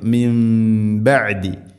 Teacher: സാക്കിനായ നൂന് ശേഷം ബ. അങ്ങനെയാവുമ്പോൾ നൂനിനെ മീമാക്കി മാറ്റണം. അതാണ് നൂനിൻ്റെ മേലെ ചെറിയൊരു മീം കാണുന്നത്. · Term: ഇഖ്ലാബ്